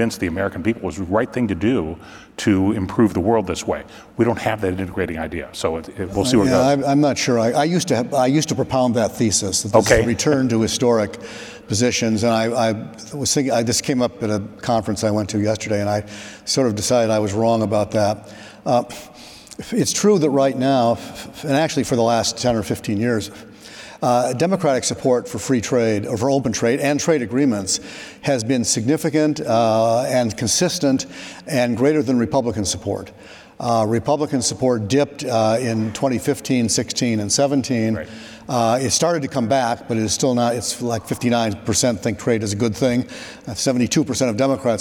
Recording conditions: busy venue